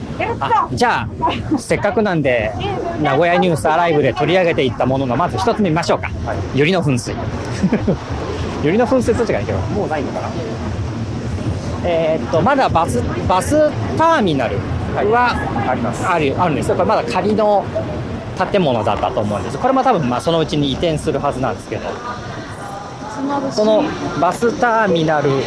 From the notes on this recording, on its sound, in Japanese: ロケ収録 モーニングを求めて名古屋駅西を歩く（前編）。今回はロケ収録の前編。午後でもモーニングを提供している喫茶店、その名も「喫茶モーニング」に向かって、これまで名古屋ニュースで取り扱ったスポットなども立ち寄りながら名古屋駅西を散策しました。